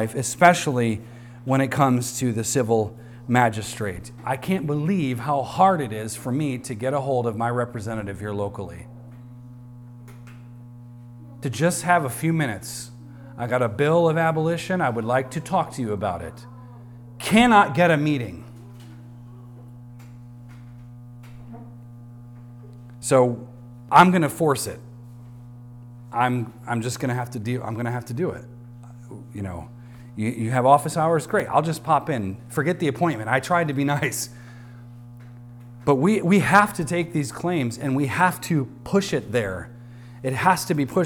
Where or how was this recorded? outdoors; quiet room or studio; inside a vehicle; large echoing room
large echoing room